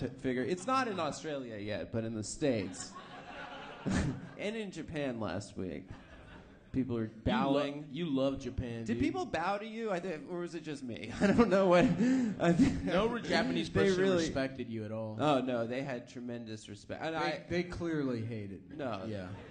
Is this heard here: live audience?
yes